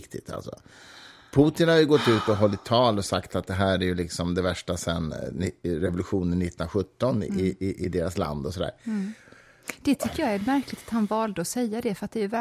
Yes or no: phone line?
no